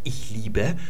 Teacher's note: dann ändert sich der Vokal in der Wurzel, also das lange i, überhaupt nicht. Es bleibt immer gleich.